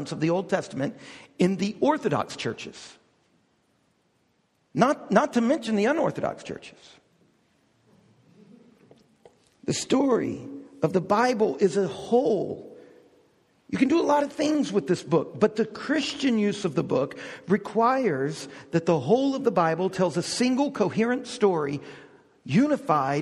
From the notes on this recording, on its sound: We hosted a DownTown Talks focused on learning how to read the Bible well. This is an audio recording of the lecture.